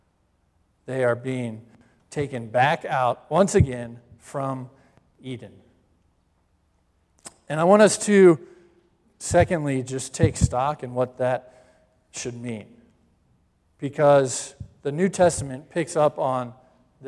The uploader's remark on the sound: Live Stream Worship at Christ Presbyterian Church, New Haven